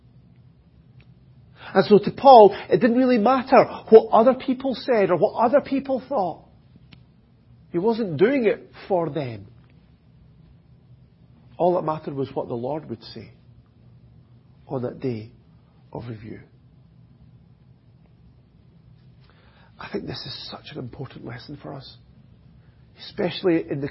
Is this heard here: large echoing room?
yes